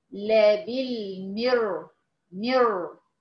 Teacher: الدال مرققة عشان الصاد والالف مفخمين